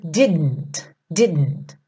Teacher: O didn't, que também poderia ser didn't, muitas vezes o britânico faz didn't. Não solta a língua do céu da boca entre o D e o N. Então, ao invés de você fazer didn't, fica didn't.